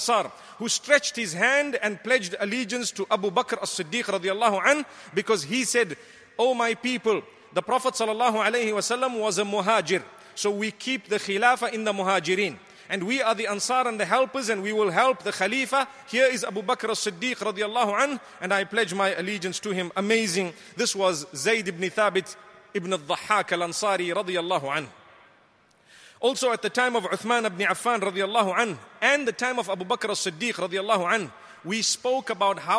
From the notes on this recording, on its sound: Delivered at Tuanku Mizan Zainal Abidin Musjid 15 Ramadan 1435/2014